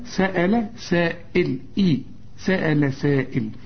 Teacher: وشوف الهمزة تكون أكثر رقة إذا كانت مكسورة